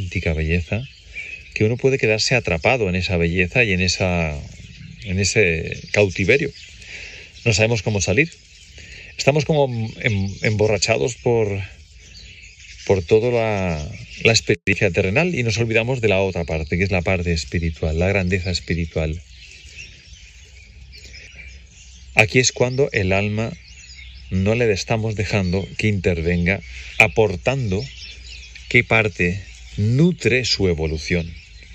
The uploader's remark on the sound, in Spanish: Este episodio fue grabado durante un paseo reflexivo y contemplativo en la Naturaleza